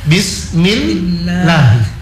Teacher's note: Karena dia berharokah kasro, lafdzul jalalah, lamnya pada lafdzul jalalah ditipiskan.